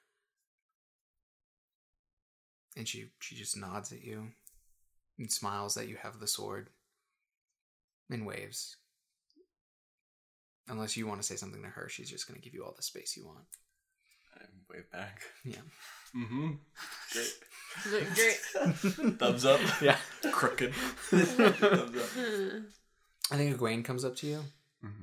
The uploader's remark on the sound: the audio quality is a little lower